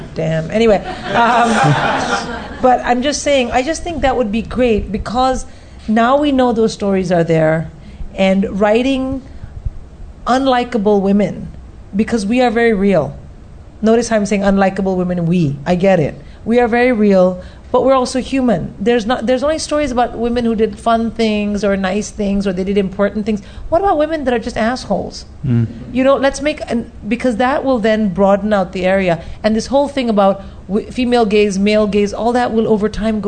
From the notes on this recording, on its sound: live in front of a packed Soho Theatre